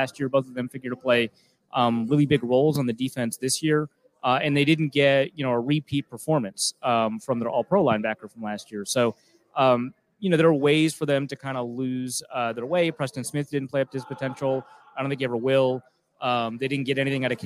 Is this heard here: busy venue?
yes